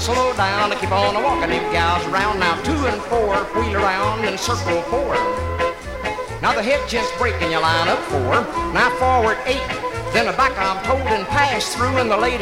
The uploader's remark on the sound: 1964 Blue Star Jubiliee in Houston, Texas THIRD RECORD. From the 1964 Blue Star Jubilee Square Dance held in the Sam Houston Auditorium.